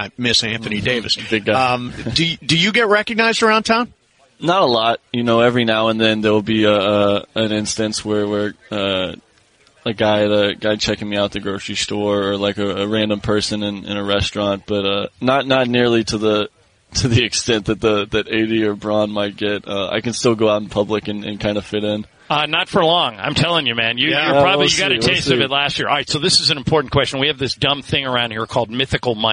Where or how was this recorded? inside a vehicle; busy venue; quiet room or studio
busy venue